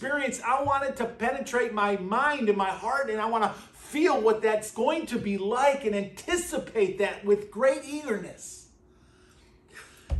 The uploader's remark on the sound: At Burlington Christian Church on February 4th, 2024.